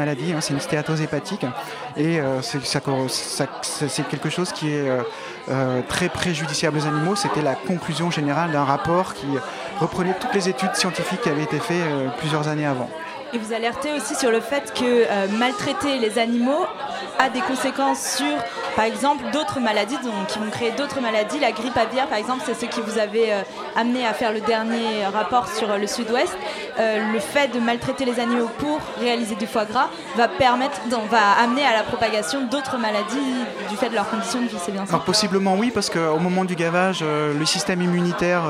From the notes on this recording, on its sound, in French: en direct depuis le Barbier de Bastille